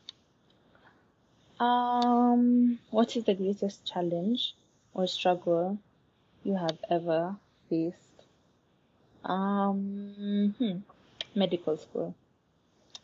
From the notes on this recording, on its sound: Sorry about any background noise or any place I’m not clear.